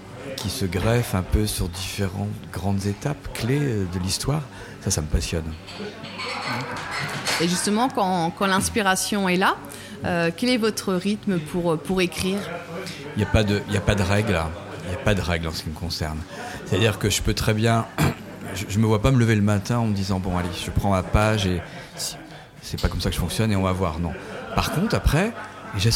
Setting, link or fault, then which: setting, busy venue